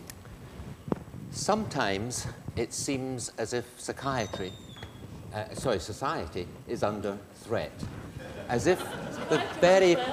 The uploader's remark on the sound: This lecture is part of the Medical Detectives, a series of public lectures. In the Anatomy Lecture Theatre at the University of Edinburgh.